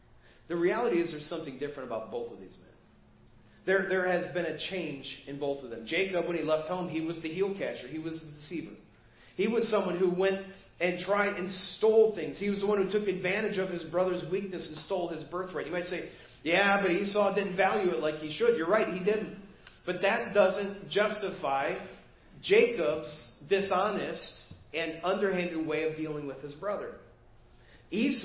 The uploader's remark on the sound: Preached at First Baptist Church of Hazel Park